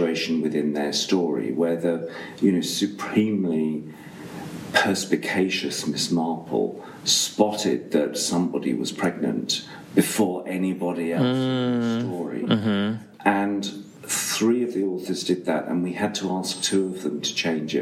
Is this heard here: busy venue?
yes